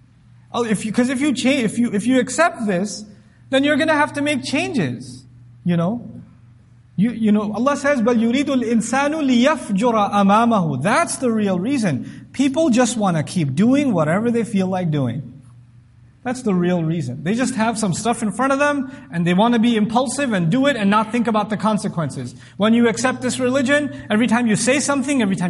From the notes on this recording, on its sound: This Khutbah was recorded at the Islamic Center of Irving.